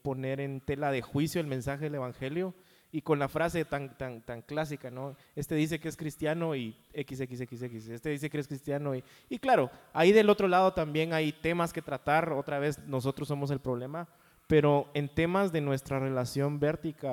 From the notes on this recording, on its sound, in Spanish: El evangelio y mis relaciones (EN VIVO).